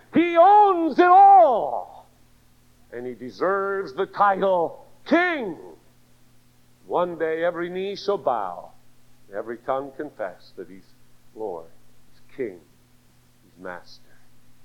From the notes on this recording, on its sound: Audio is a little low.